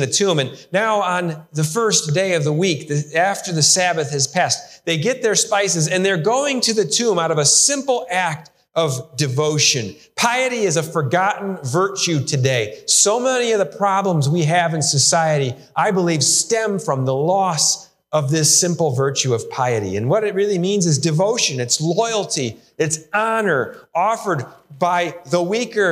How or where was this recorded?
large echoing room